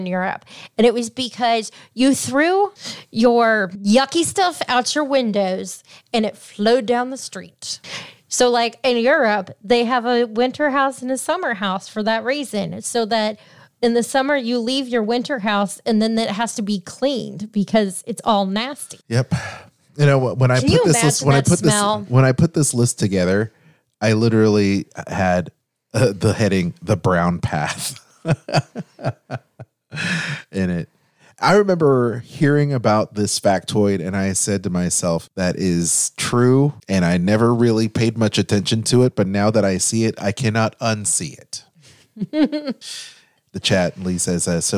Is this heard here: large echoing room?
no